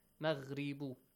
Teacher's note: The harakat of ba will be changed to sukun.